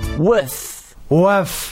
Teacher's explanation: Learn how to make the TH sound like a double F. · Term: Afrikaans accent